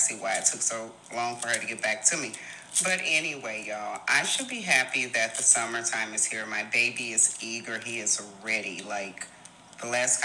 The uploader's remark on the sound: please forgive any background noise